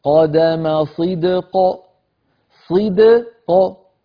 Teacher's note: لو حبينا نوقف على صدق سيجتمع في النطق حرفا قلقلة، الدال صيد وبعدها قاف مكسورة في الوصل، فإذا وقفنا سكنت فتقلقل فتصير هكذا قدم صدق صدق.